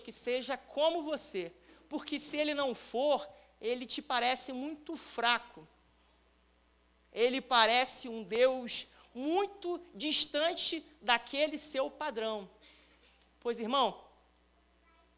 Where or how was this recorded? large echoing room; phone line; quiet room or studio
large echoing room